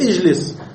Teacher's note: اجلس، انظر إلى الثالث، ألف وجيم ولام، اللام مكسورة فالألف مكسورة، نقول اجلس، لا نقول أجلس ولا أجلس، بل تكسر.